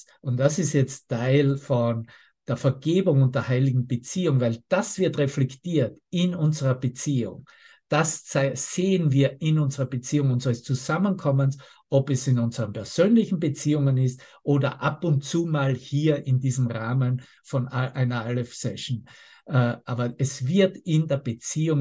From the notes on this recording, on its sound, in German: Zoom-Session. Veranstaltet von der Aleph Akademie.